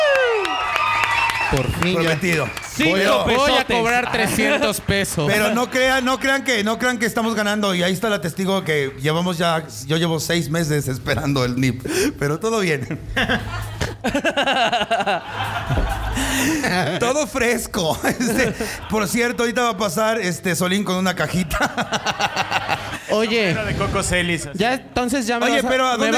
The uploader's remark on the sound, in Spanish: EN VIVO DESDE LA CAJA POPULAR